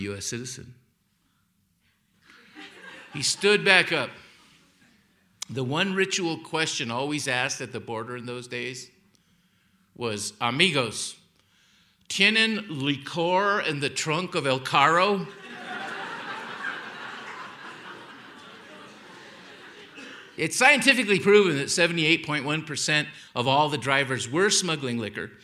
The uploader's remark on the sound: Held on stage in Aspen, Colorado as part of an Aspen Words lecture series. Held on stage in Aspen, Colorado as part of an Aspen Words lecture series.